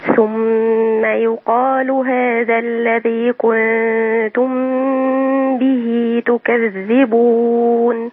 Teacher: مش عايزين نضيع بقى حكم اللي هي الميم مع الباء الإخفاء